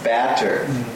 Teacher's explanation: It's batter with an American pronunciation of ah. This is mispronounced very often.